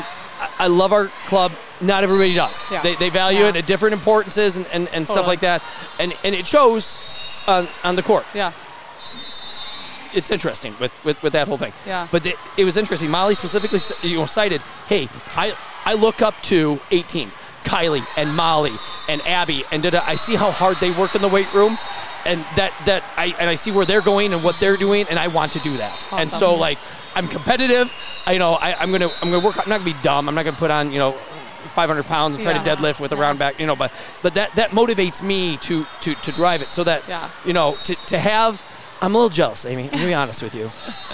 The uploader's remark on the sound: at the Madtown Festival